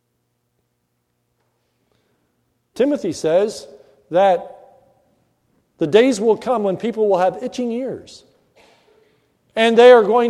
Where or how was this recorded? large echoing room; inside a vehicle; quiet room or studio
large echoing room